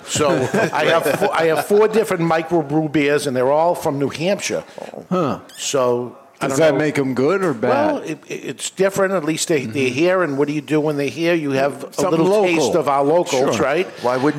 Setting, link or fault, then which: setting, live audience